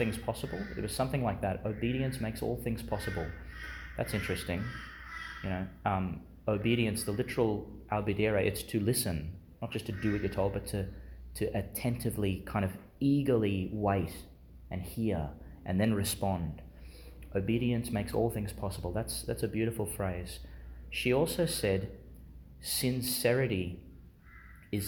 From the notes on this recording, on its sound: delivered Chanel School Chapel, Gladstone, Qld